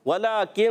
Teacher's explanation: نون ساکنی با کاف حرف اخفاء میں سے آ رہے ہیں تو اخفاء غنہ کریں گے